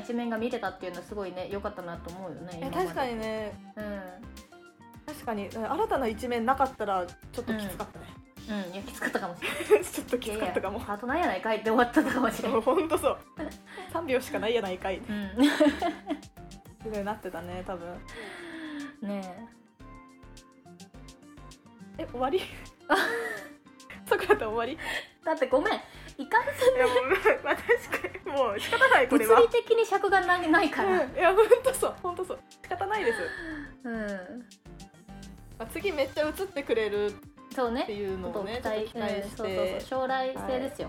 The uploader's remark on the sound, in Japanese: ちょっと音割れしてます。